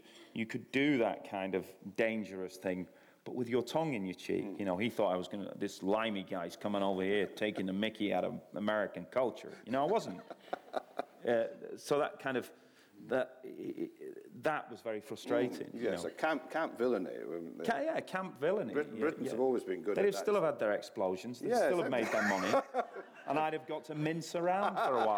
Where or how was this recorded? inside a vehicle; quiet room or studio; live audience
live audience